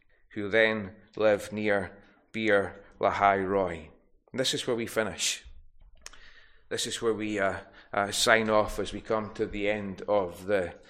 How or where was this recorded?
large echoing room